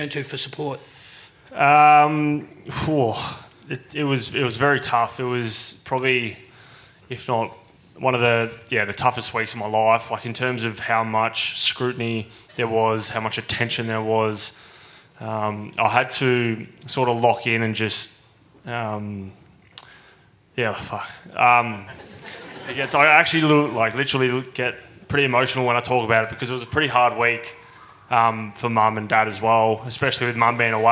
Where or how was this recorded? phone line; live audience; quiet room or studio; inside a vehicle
live audience